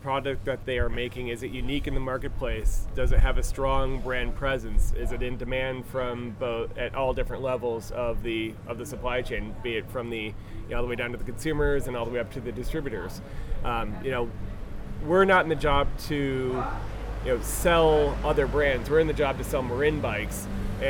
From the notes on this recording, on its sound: Apologies in advance for the wind noise, I met the product managers from Marin Bicycles at an outdoor cafe while at a major mountain bike event in France.